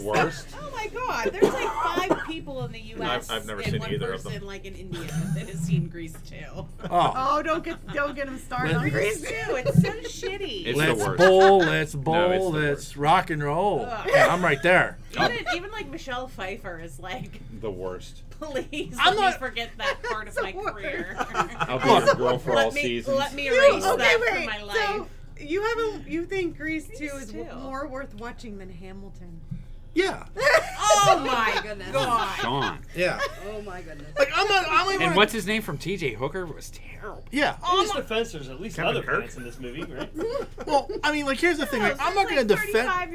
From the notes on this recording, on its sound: This week we we are recording at The Nerd Korner.